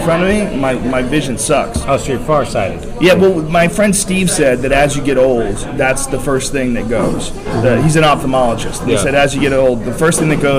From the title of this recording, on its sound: LIVE FROM THE ICEHOUSE